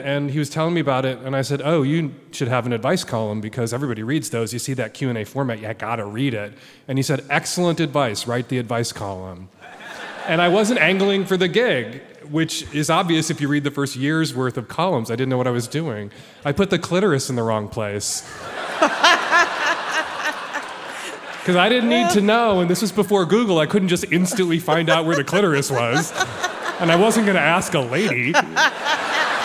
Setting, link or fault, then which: setting, live audience